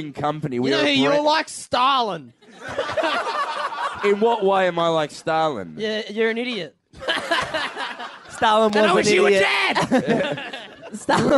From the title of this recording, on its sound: LIVE from the Factory Theatre Sydney